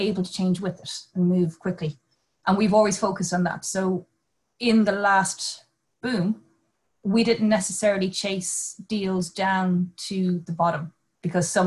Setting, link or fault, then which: link, video call